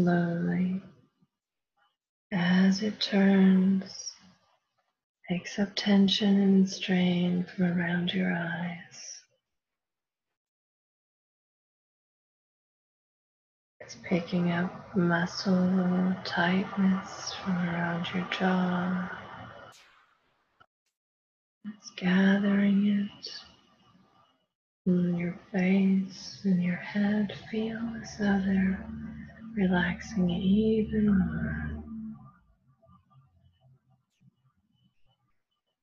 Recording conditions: video call